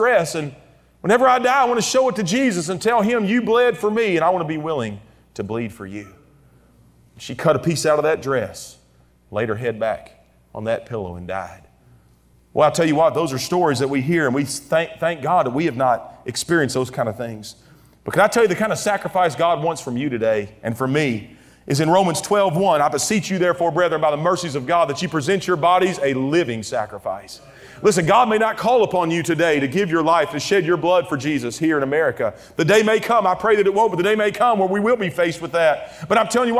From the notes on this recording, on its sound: during the Tuesday Morning service of the 40th Annual National Youth Conference in Santa Clara, California